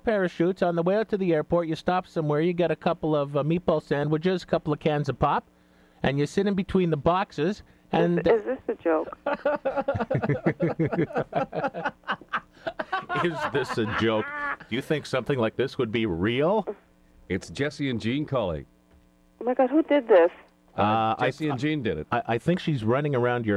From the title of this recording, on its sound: prank phone call